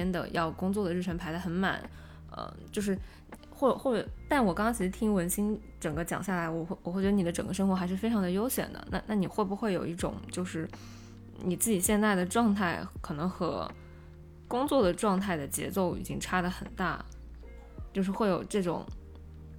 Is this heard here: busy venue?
no